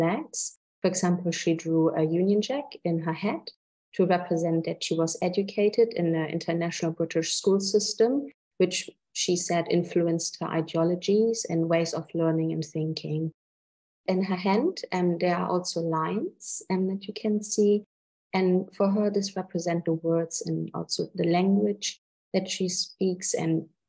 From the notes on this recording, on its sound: At the UNESCO RILA Spring School: The Arts of Integrating, which took place in May 2023. An online panel discussion.